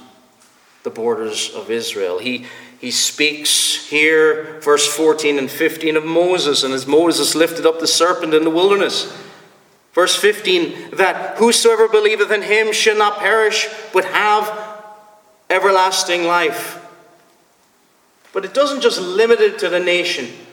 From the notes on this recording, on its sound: Preached at the Presbyterian Reformed Church, Stockton-on-Tees.